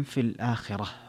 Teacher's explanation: هنا في الآخرة فيها مد البدل لورش وفيها ترقيق الراء كذلك في الآخرة، وكذلك لو وقف عليها كسائي سيقف في الآخرة.